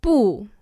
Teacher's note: Starts high, ends low.